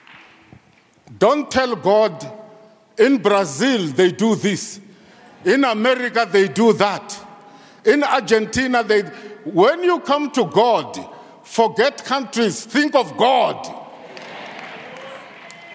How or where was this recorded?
large echoing room